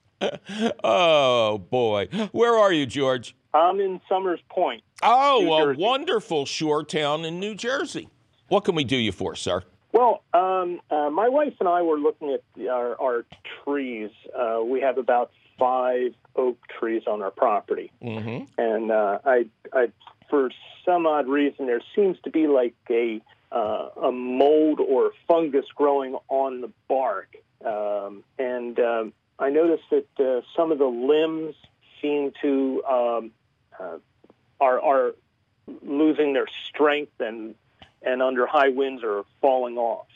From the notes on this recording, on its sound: your Fabulous Phone Calls!